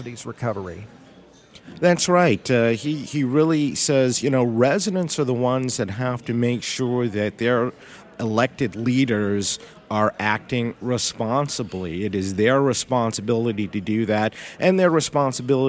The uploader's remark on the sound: Live from Mackinac